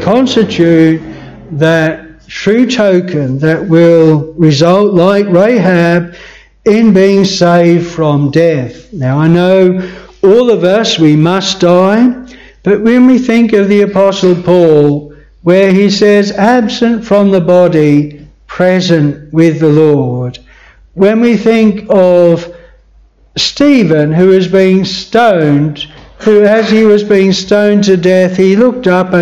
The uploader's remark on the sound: This sermon was preached at Bethel Chapel Luton.